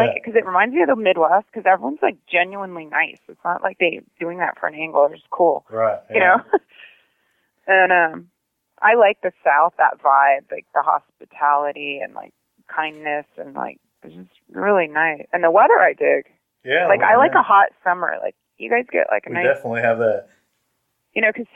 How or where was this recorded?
phone line